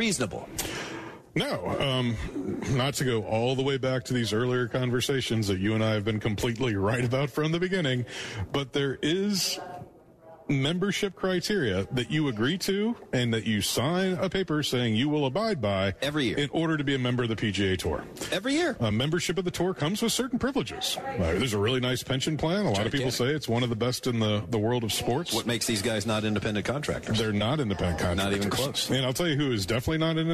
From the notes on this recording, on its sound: Live from Dogwood Golf Club.